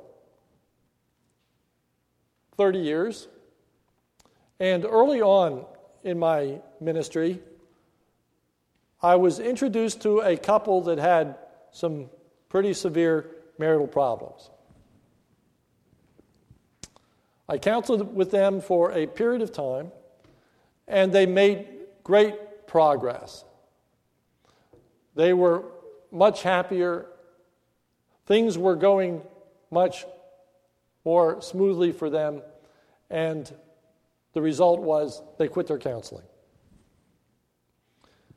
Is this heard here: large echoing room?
yes